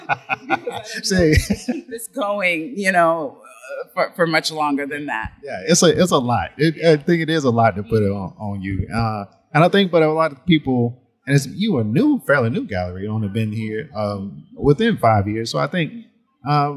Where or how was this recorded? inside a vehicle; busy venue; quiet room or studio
busy venue